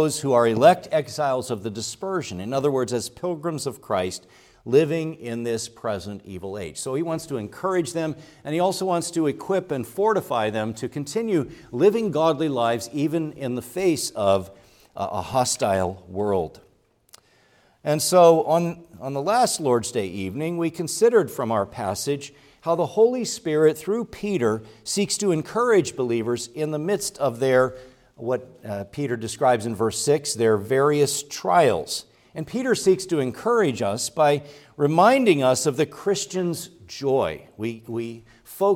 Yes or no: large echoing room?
yes